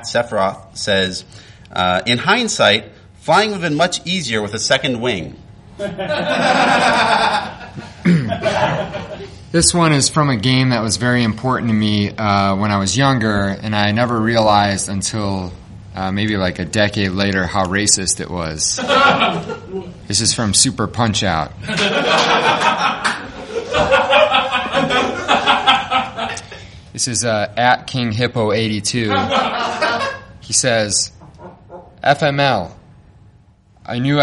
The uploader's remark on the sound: From the Chicago Nerd Comedy Festival! The fest was kind enough to let us record a Your Stories podcast there to cap off opening night, so we asked some of our favorite performers from across all three days of comedy to come share stories.